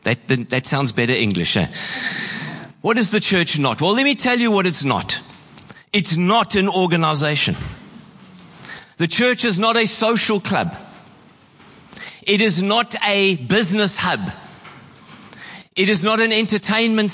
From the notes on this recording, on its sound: Preached on 26/11/23 at Horsham Downs.